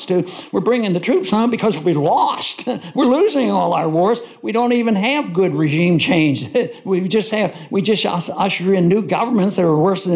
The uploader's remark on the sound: Event in Lake Jackson, Texas. Before a live audience.